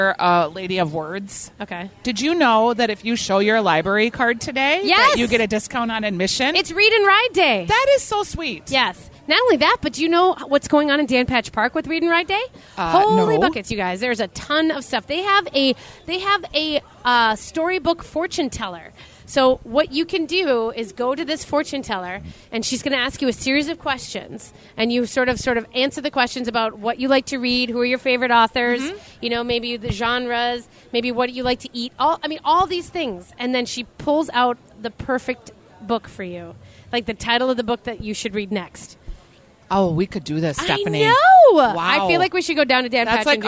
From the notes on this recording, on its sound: From the Minnesota State Fair. Live from the Peg which is the only full service restaurant at the fair.